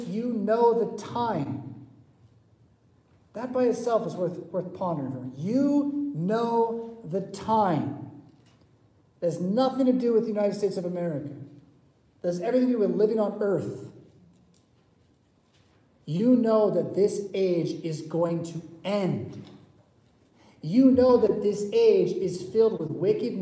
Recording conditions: large echoing room